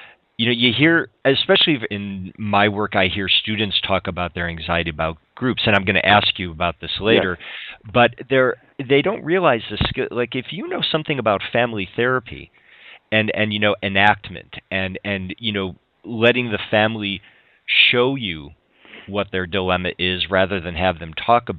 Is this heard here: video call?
no